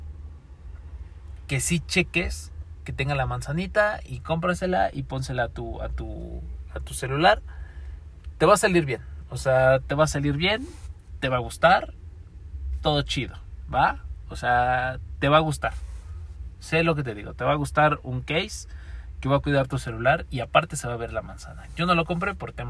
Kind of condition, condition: setting, inside a vehicle